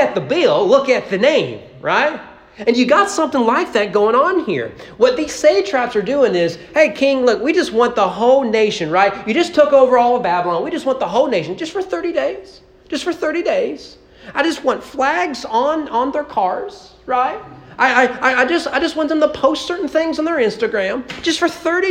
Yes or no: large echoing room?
yes